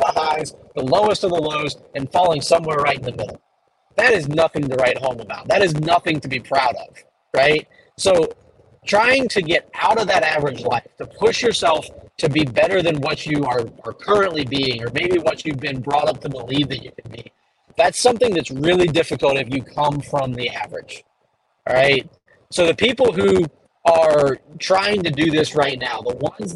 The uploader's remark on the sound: Took the chance and recorded in the truck for this one...excuse the audio/video quality!